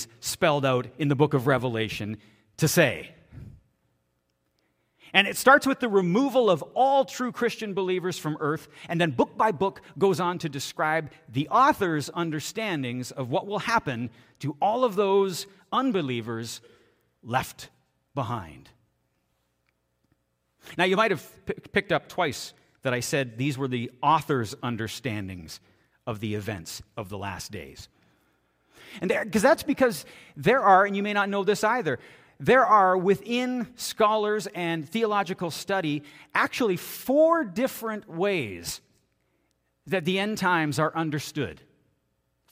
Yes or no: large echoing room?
yes